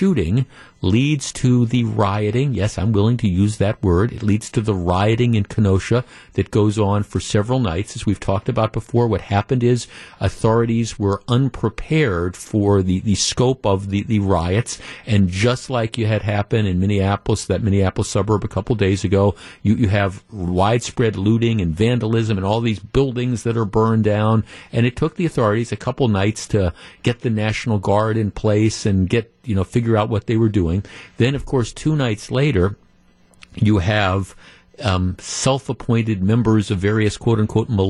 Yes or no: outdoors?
no